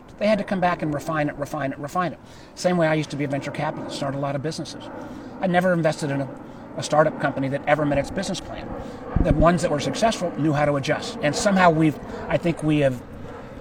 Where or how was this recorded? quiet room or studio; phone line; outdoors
outdoors